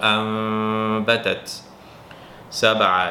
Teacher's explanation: আসে তাহলে নুনটাকে আমরা মিমে কনভার্ট করে নেব, আম কিন্তু আবার মিমের পরে বা আসলে ওটাকে এখফা করবো, তাহলে বলবো আম্বাতাত সাবা, এই বায়ের উপরে কালকালা হবে কত